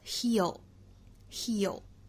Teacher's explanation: 长音 e 一定是左右嘴角裂开，上下齿之间的间距几乎是没有的，几乎是没有缝隙的